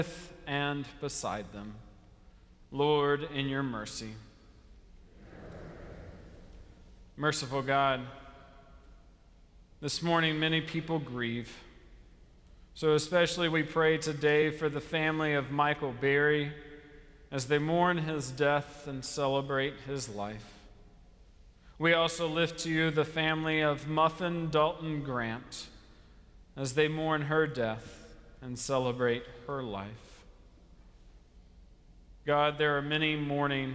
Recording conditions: large echoing room